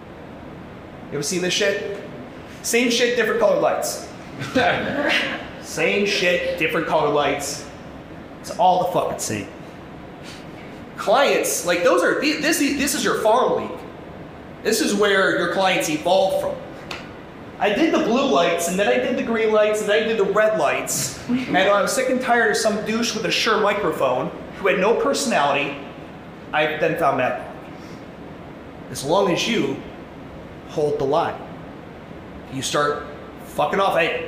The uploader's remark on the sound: This is my keynote from the 2023 MADabolic Franchise Conference.